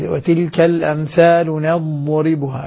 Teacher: الضاد تبقى مع جريان الصوت فيها · Term: الاستطالة